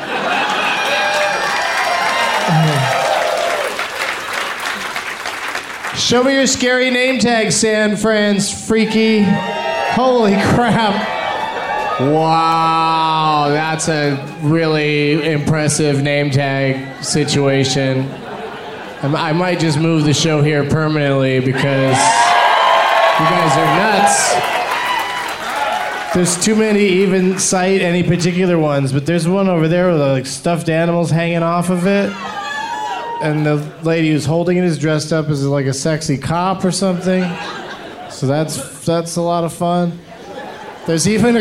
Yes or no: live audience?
yes